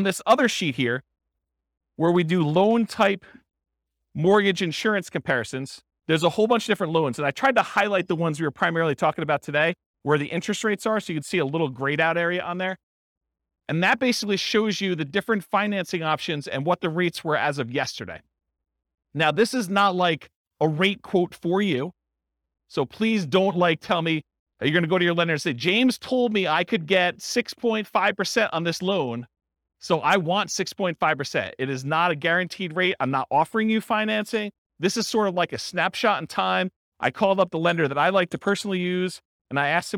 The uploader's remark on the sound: This was a live class recorded